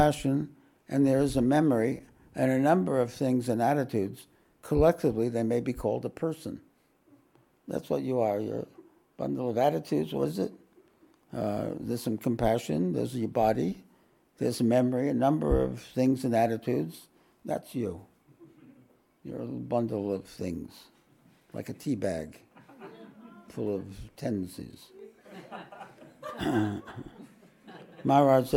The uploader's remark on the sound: This podcast was recorded live at The Ashram in Mount Eliza on the 9th of September, 2023.